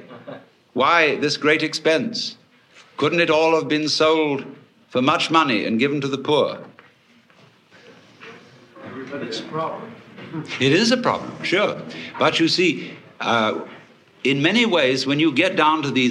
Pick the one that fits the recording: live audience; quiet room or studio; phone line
live audience